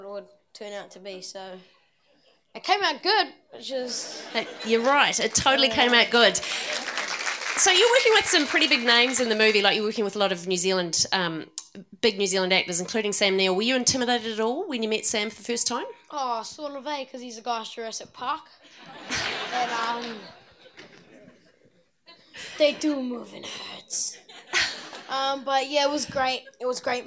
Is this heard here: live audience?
yes